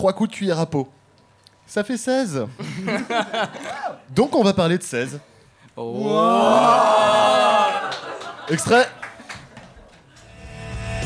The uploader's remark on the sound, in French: live devant un public affamé